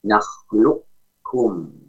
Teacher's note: Al-lisan yaqra' 'ala qaf wa yaftah 'ala kaf mutawassithah at-tasqit. Maka lisan kita itu menempelkan terlebih dahulu ditempelkan kepada makhraj huruf qaf terlebih dahulu ya, qaf sukun ya, kemudian ketika membuka makhraj tersebut membukanya dari huruf kaf. · Term: idgham naqis